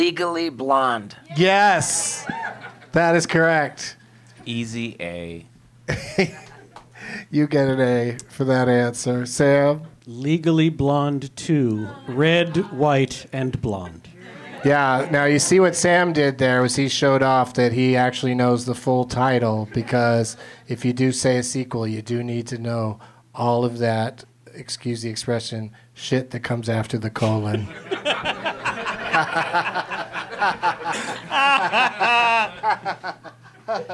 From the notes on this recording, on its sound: Live from The Lab at the Hollywood Improv